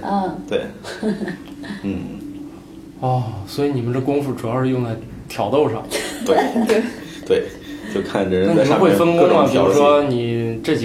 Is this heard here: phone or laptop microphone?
yes